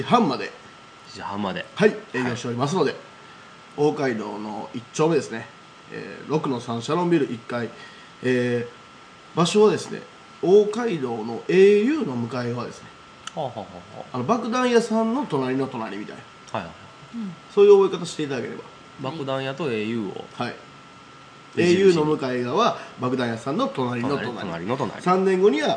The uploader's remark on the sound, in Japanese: 今回は松山市大街道のプラススタイルにおじゃましての公開録音ですー